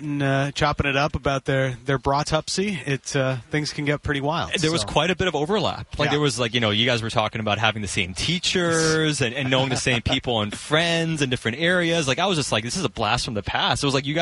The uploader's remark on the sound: live from Canucks training camp in Victoria